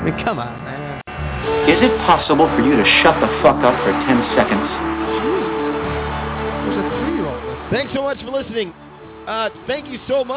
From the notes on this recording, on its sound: In Spokane called in with his 3 year old.